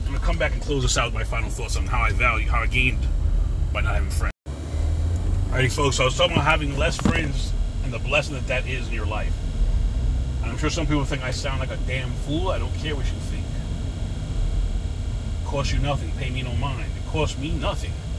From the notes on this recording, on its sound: CarCast